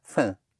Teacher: Spelled F-A-I-M, but you don't even sound the M.